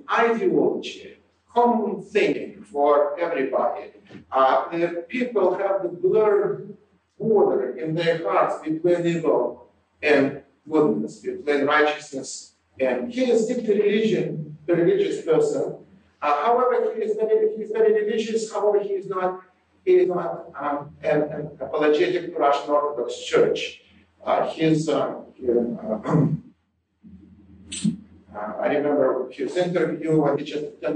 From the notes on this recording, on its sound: Note that the audio quality for 2006, 2008, and 2009 was poor and has been improved as much as possible by Podsworth Media.